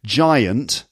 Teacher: an example of a triphthong being flattened